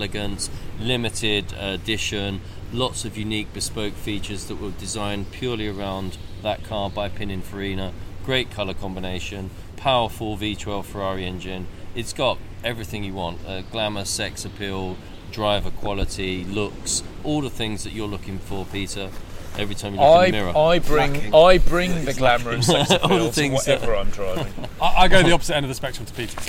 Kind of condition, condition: setting, busy venue